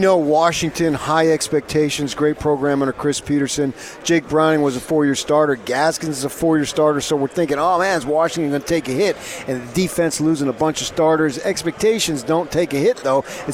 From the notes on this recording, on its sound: live from Pac 12 Media Day